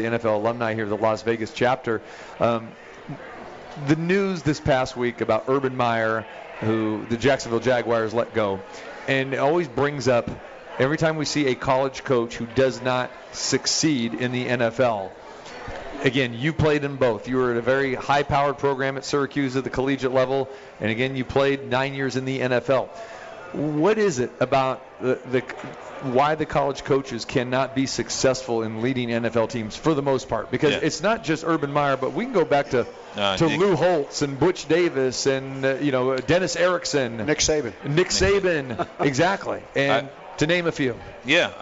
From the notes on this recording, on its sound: Live from The Cosmopolitan of Las Vegas